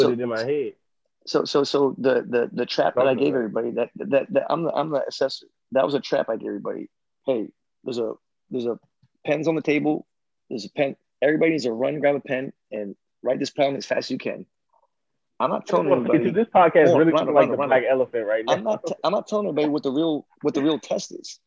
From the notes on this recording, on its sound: ZOOMCAST